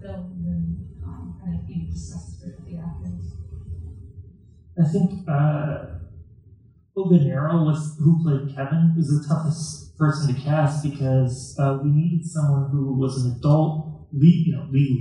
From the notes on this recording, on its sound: Recorded live at the Little Theatre in Rochester, NY. The sound quality is not perfect.